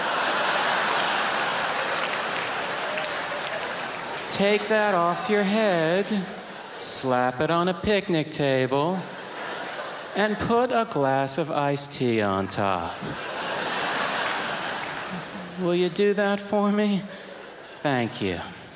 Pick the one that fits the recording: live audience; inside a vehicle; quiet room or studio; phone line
live audience